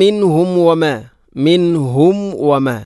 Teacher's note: സുക്കൂനുള്ള മീമിന് ശേഷം വ വന്നാൽ രണ്ട് ചുണ്ടുകൾ തമ്മിൽ തട്ടി കൂട്ടണം, അഥവാ രണ്ട് ചുണ്ടുകൾ തമ്മിൽ കൂടിയാലാണ് മീമ് പൂർണ്ണമാവുകയുള്ളൂ. · Term: ചുണ്ടുകൂട്ടി